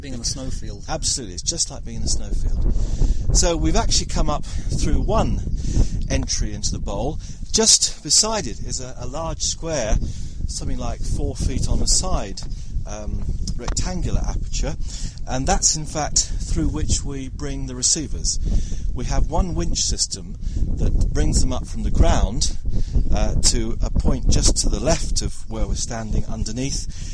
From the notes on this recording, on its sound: we go on a sound seeing tour of the Lovell Telescope during the winter solstice